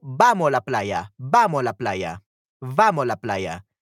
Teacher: Algo notable del acento salvadoreño es que tendemos a omitir la S al final de las palabras, produciendo un sonido de H al final. · Term: aspiración